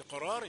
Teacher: يغلب عليه هذا التفخيم في الراء التالية مع أنها مكسورة